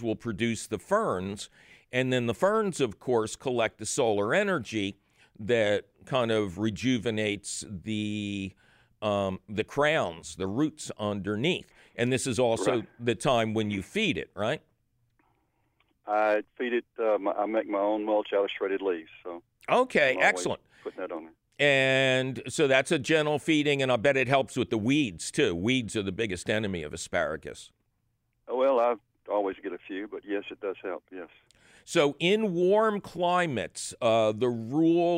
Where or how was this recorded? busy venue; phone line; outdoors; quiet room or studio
phone line